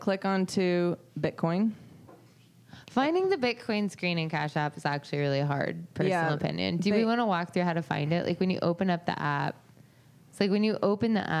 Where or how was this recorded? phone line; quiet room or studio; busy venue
busy venue